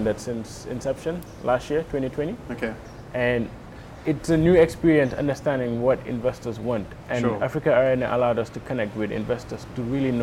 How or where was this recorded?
busy venue